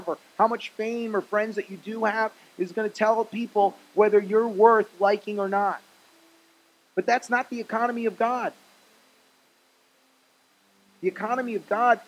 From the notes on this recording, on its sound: Message preached at Faith Generation in Cape Coral, FL on 3/15/20